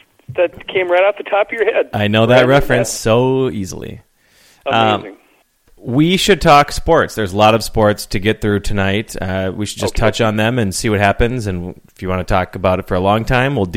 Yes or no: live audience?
no